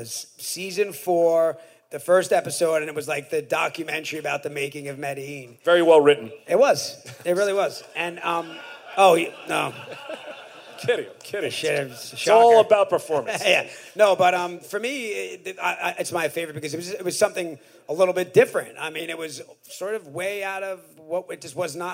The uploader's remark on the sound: Live at the Brea Improv